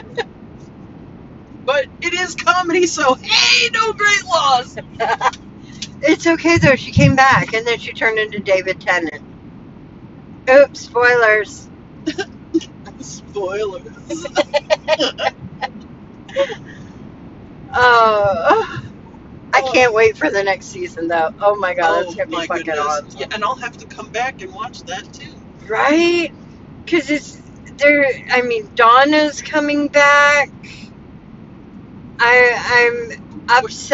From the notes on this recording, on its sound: 2 girls in a car driving to Georgia at 2 am